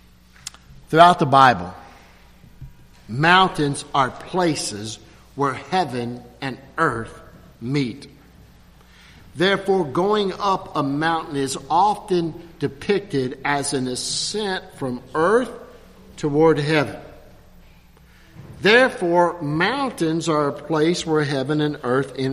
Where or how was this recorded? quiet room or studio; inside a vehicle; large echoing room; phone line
large echoing room